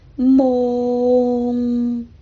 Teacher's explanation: 粤语是梦，梦，声母是摸，韵母是 ong，梦。大家听出来梦这个粤语发音有三个阶段吗？第一个阶段是发摸的时候闭上嘴唇，嗯。第二个阶段是 o，第三个阶段是后鼻音，三个阶段放慢速度来一次，大家听一下，蒙蒙蒙。好了，今天的时间又差不多了，我请大家听一下原唱…的版本。让每声叹息消失于你的梦，让每